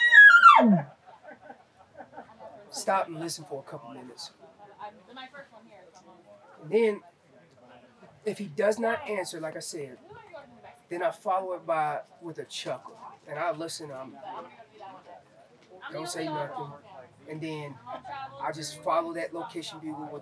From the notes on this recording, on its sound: Live from the second annual Western Hunt Fest. After two days of elk-calling competition, seminars, and 3D courses.